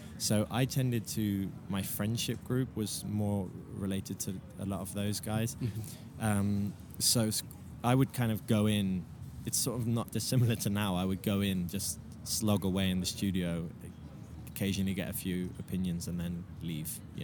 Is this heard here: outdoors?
yes